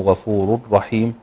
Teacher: ما انساش هنا إن الإدغام بدون غنة